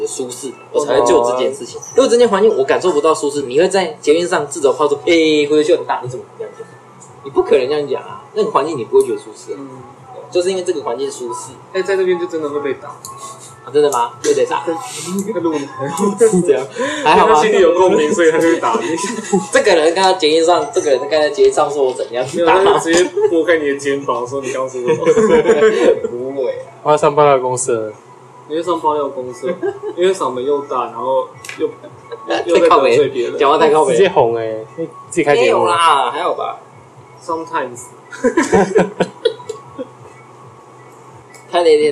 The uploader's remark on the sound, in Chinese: 隨意聊到要錄podcast，然後又不小心按到apple watch的錄音，結果不小心就上傳了。